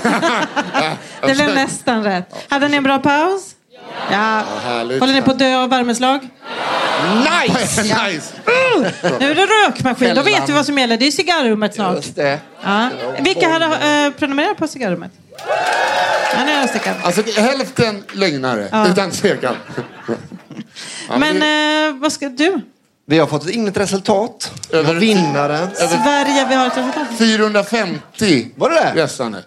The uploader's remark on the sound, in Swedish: Live på Scala